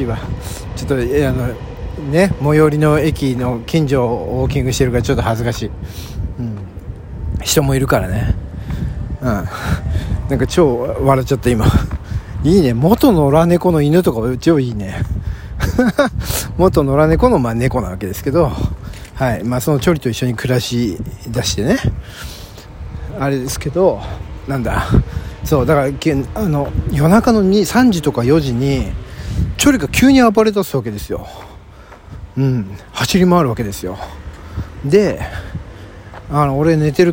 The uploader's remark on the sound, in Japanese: お散歩トーク。早朝にチョリに起こされ、ボケボケしながら散歩中に収録しております。